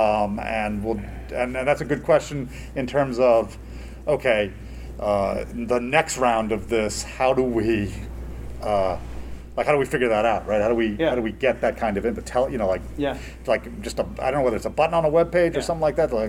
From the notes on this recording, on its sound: Recorded at Metatopia 2023